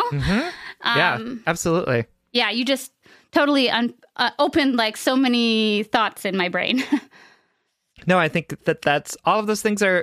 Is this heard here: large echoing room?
no